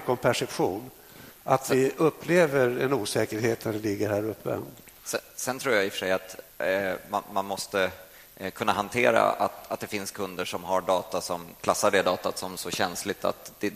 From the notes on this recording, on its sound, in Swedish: Detta är en inspelning ifrån min session på TechDays 2014.